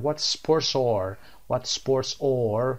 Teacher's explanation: یعنی or به اسمی چسبه و میشه sports or · Term: لینکینگ